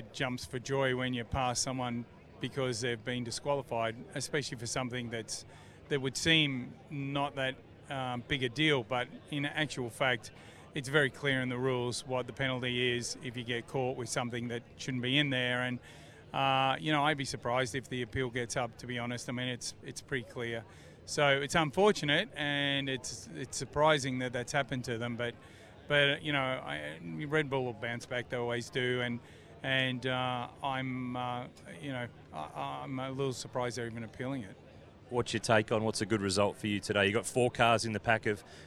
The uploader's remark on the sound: live from the Newcastle 500!